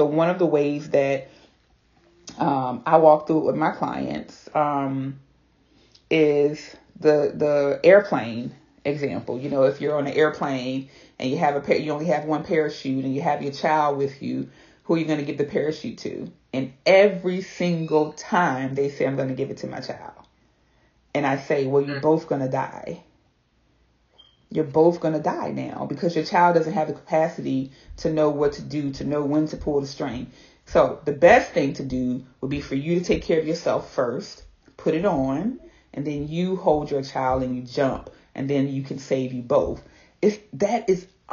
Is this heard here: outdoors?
no